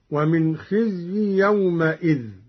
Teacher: قرأ قالون بفتح الميم من يومئذ هكذا: ومن خزي يومئذ، على أنها حركة بناء لإضافته إلى غير متمكن.